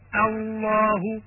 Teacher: ويجب الانتباه إلى ترقيق همزة لفظ الجلالة قبل لامها المفخمة